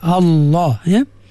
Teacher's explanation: ada lam yang duduk pada lafzul jalalah, duduk pada lafaz Allah, mesti ditebalkan.